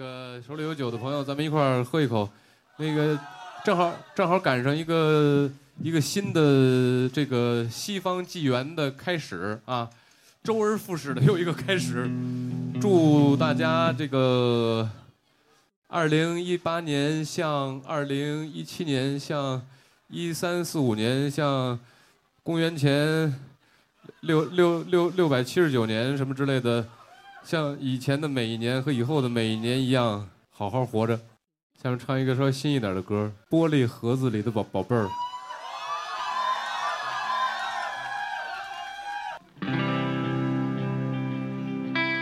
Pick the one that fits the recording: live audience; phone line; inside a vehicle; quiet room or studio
live audience